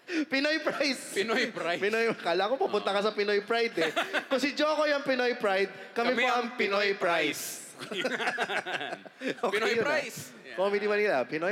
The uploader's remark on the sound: Hear For It! LIVE Recording. Kasi first time magkaroon ng podcast festival dito sa Pinas - Hear For It!